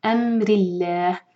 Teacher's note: را کو باریک پڑھیں گے اور اللہ تعالیٰ کے نام میں جو لام ہے لام جلالہ